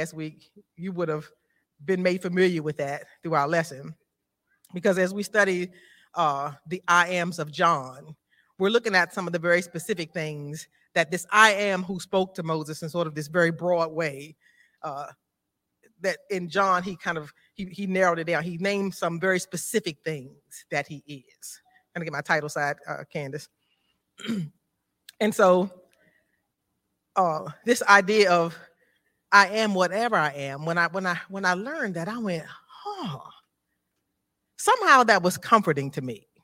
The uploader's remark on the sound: This JAT was recorded live on Sunday, January 8th, 2023 at Newark United Pentecostal Church.